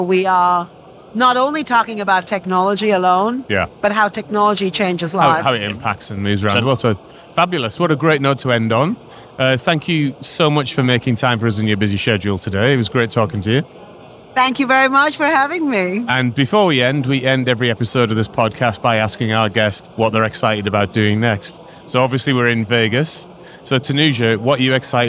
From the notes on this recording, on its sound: We are live from AWS re:Invent 2023 in Las Vegas, direct from the Expo floor, with a limited series of episodes talking to AWS leaders on themes of the conference.